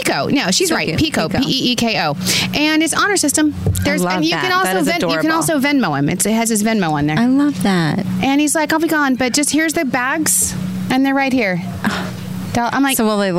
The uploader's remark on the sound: On site at The Pridwin, Shelter Island. We are on location on the beautiful Shelter Island at one of the most amazing resorts, The Pridwin.